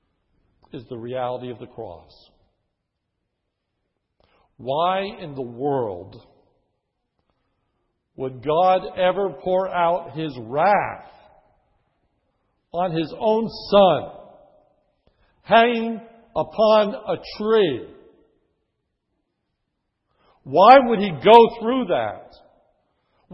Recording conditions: large echoing room